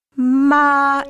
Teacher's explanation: if you take the first tone, ma, it's a flat tone